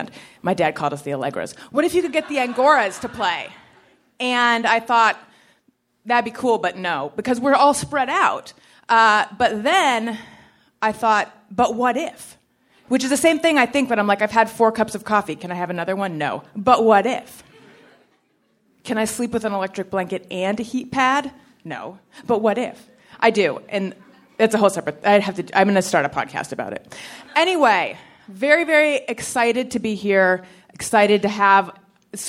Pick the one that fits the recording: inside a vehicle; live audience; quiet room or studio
live audience